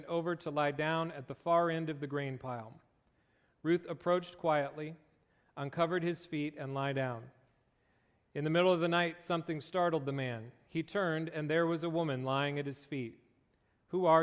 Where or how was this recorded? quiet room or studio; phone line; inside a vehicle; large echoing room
large echoing room